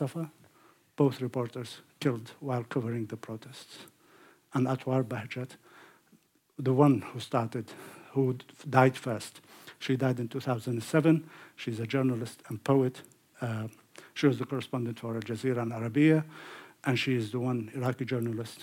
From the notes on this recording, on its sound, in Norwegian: Lecture in English. Innspilt på Sølvberget bibliotek og kulturhus i april 2023.